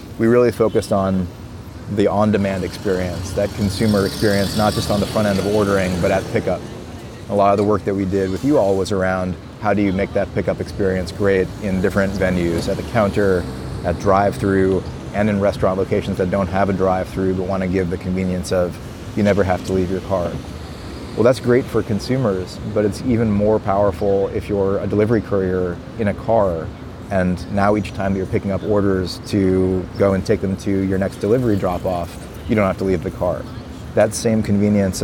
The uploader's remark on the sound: A conversation recorded in the streets of New York.